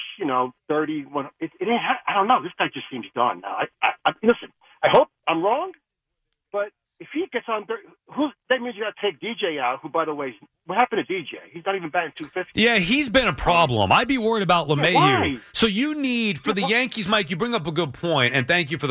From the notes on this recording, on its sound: Plus, your phone calls and much more.